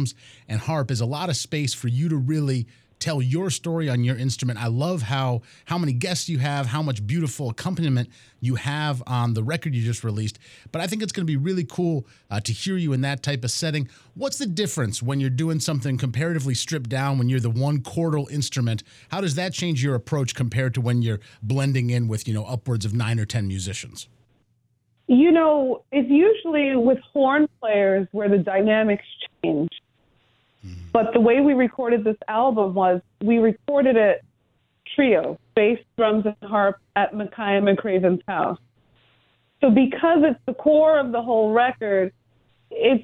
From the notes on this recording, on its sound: Calls into Jazz88. Hopped on the phone.